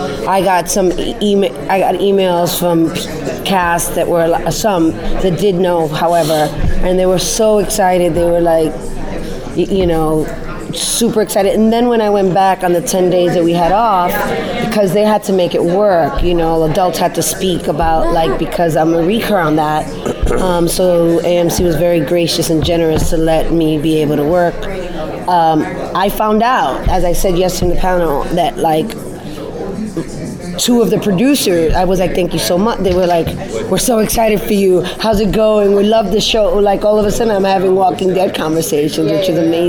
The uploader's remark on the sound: Taped at San Diego Comic Con